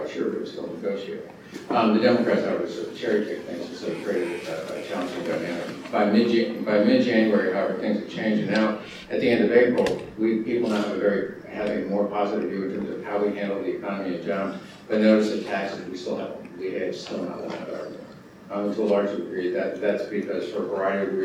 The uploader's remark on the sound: at The Ripon Society's Annual Senior Staff Symposium on Leadership at Mount Vernon